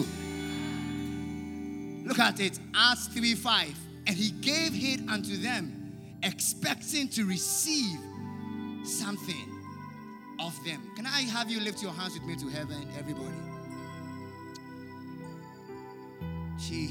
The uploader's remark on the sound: Preached At The First Love Centre, Accra, Ghana